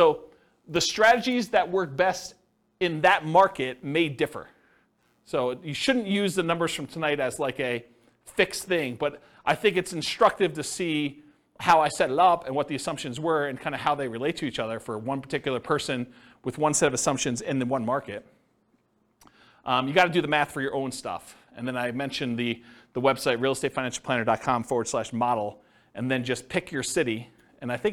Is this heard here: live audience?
yes